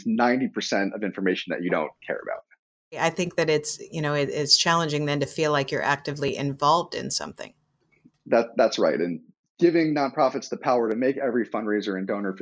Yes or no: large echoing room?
no